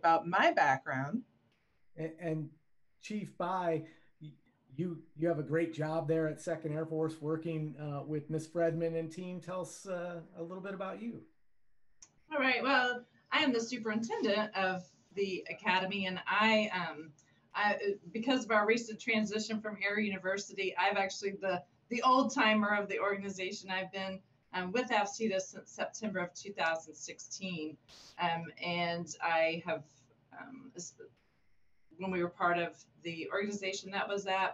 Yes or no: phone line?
no